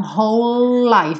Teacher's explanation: dois L's que a gente junta num só, porque o E do whole não é pronunciado, certo?